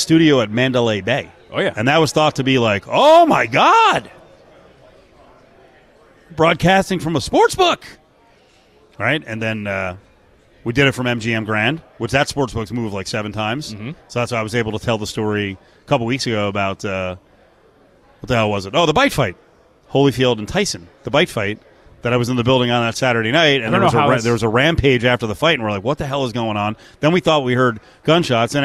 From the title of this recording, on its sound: LIVE AT CIRCA FOR MW MEDIA DAY